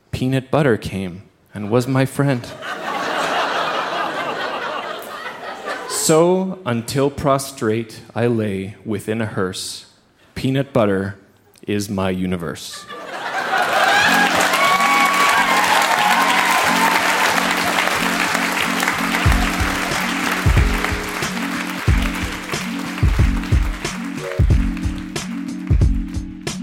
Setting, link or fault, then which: setting, live audience